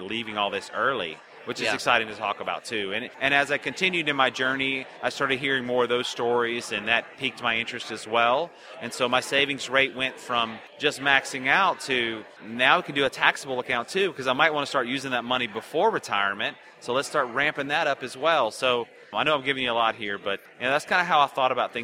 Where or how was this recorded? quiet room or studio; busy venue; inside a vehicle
busy venue